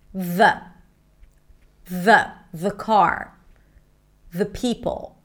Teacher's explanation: the tongue comes out. You hear the vibrations · Term: voice TH